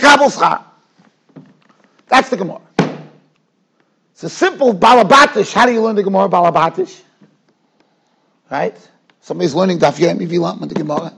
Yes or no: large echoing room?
yes